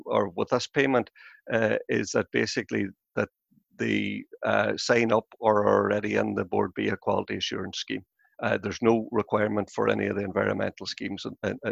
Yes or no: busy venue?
no